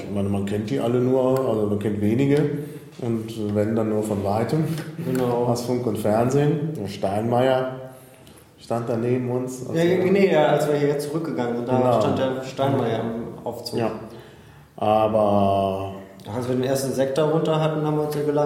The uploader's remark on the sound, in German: Impressionen aus dem Reichstag. Da die Aufnahme im provisorischen Piratenbüro im Reichstag stattfand, klingt die Aufnahme wie aus einer Kirche.